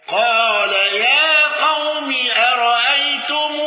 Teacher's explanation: الأزرق بإبدال الهمز مع الإشباع